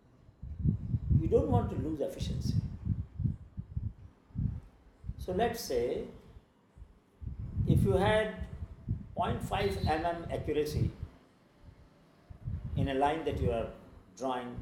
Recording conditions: background noise